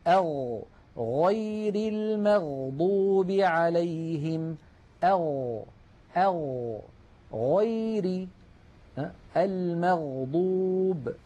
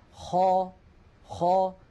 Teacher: ومن أدنى الحلق، يعني من أقرب منطقة من الحلق إلى الشفتين، حرفان هما الغين والخاء. الغين أغ، غير المغضوب عليهم، أغ، أغ، غير المغضوب، انتبهنا.